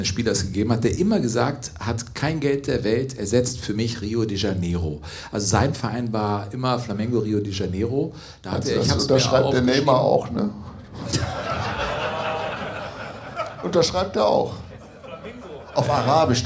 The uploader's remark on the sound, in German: Liveshow Zeche Carl/Essen. An einem unvergesslichen Sommerabend. Das Publikum wurde mit einer Saalwette herausgefordert, obwohl es eine Open-Air-Veranstaltung war.